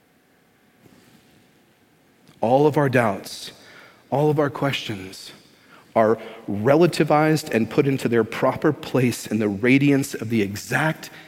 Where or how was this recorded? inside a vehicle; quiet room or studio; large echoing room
large echoing room